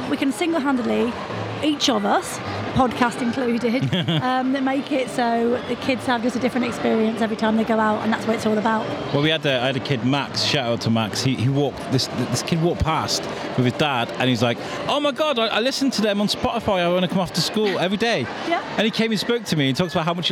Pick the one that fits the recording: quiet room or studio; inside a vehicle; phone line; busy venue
busy venue